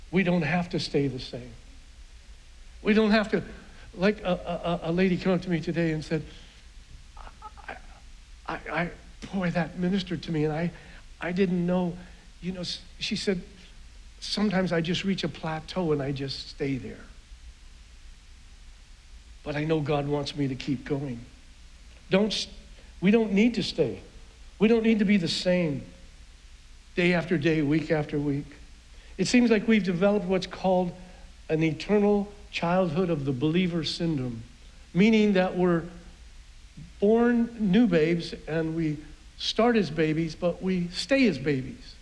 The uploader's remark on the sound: was preached on June 6th at the 11:30AM service